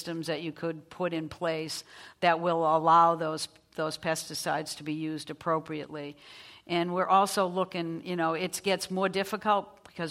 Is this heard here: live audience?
yes